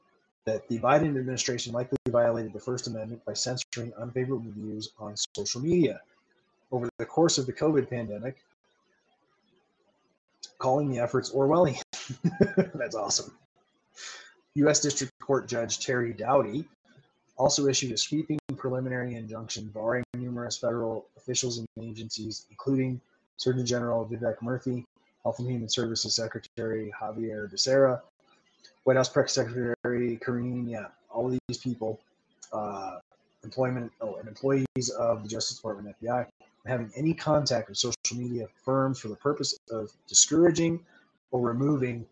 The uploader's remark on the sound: APOLOGIES FOR AUDIO QUALITY, TRIED DOING THE SHOW WITH MY BLUETOOTH HEADPHONES/MIC